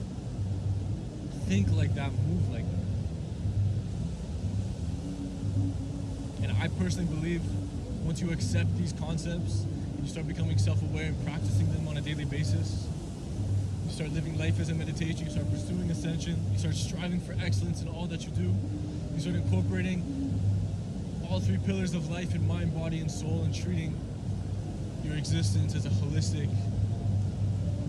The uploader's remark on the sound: I recorded an episode on the beach when I was in Portugal during the summer of 2023, I originally wasn't intending to release it because some of the audio didn't turn out great (this is why you don't record episodes on a beach I guess)